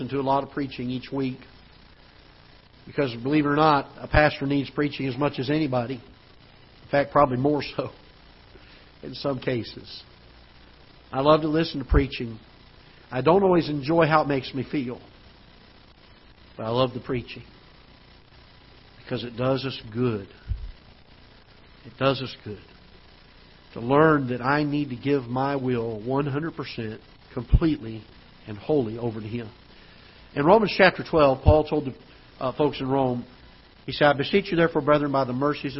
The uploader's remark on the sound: Ketha Heights Baptist Church ~ Live Broadcast